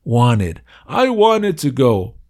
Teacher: el americano muchas veces dice wanted, como si no hubiera T